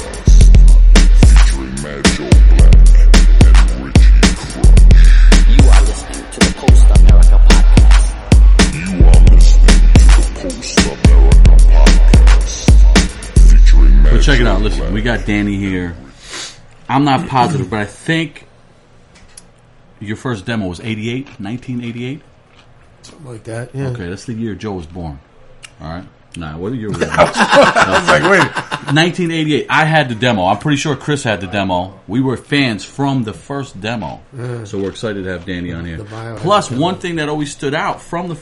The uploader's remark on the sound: over a meal at Sara Street Grill in Stroudsburg, PA